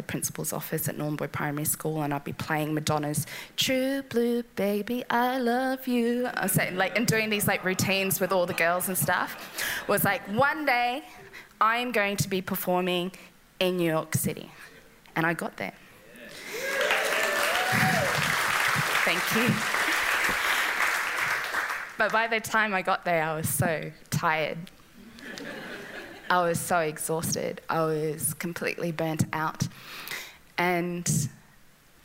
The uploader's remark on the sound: These stories were originally performed at SPUN, a live storytelling night held in Darwin. Present a night of vulnerable storytelling in front of a live audience. With live music.